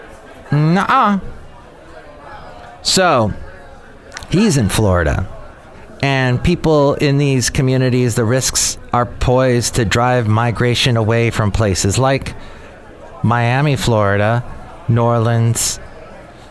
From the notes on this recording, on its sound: podcasts live from Café Anyway